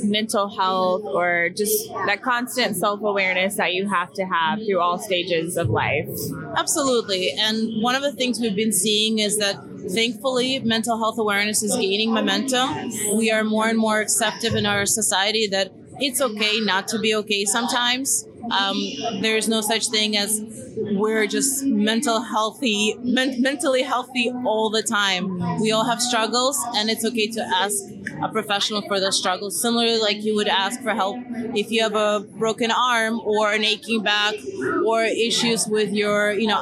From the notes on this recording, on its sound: Live Coverage From The Mental Health Summit. Had the privilege of doing live coverage and interviews with attendees and resource partners at the Step Into The Light Mental Health Summit.